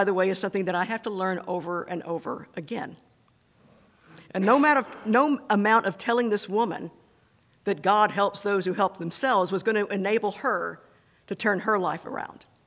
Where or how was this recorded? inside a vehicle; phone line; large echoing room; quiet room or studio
large echoing room